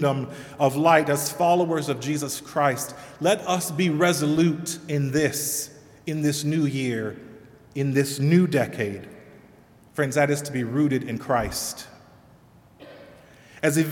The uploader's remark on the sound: Sermon delivered at All Saints Kingsway on January 5, 2020.